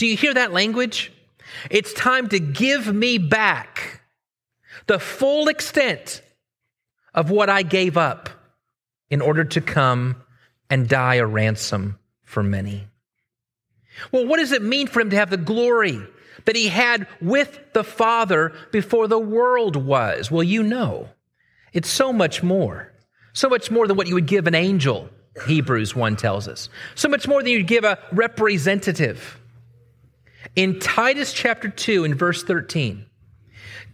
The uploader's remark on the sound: Originally preached at the West Side Church of Christ (Searcy, AR) on December 31, 2023.